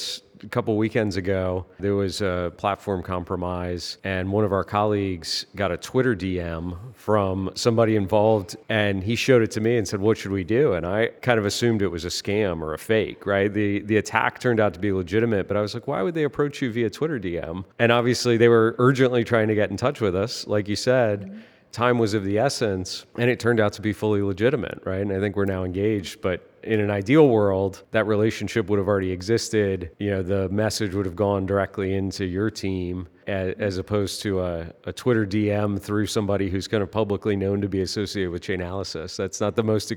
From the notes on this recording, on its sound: Joined live from New York City at the Chainalysis Links Conference.